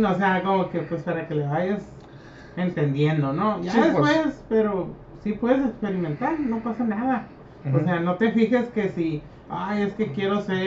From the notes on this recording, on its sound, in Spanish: en este masl grabado podcast